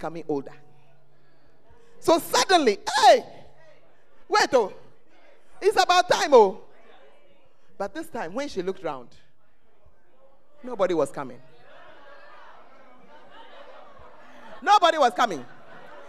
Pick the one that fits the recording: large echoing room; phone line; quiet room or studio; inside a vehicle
large echoing room